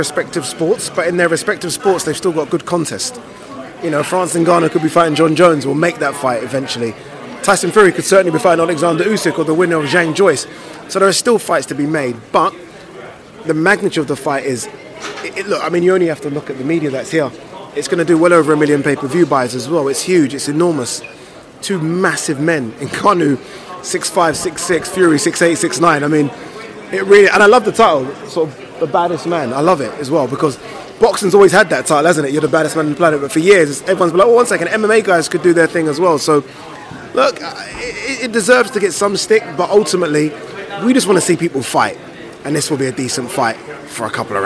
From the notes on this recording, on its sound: at the launch press conference in London